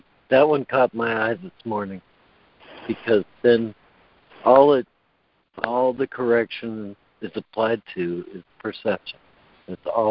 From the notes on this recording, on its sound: ACIM Daily Conference Call.